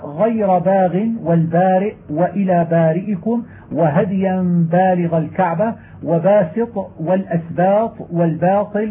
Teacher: لفظت بالباء مرققة غير مغلظة